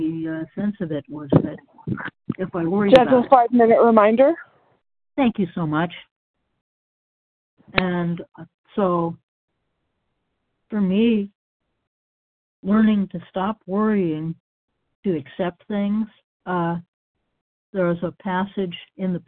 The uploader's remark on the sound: 100 Pounders Phone Meeting, 5/4/23